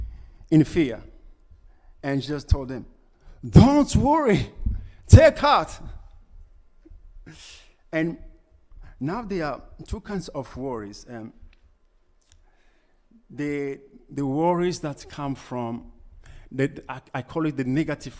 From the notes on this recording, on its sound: Preached at LCC Sunday Service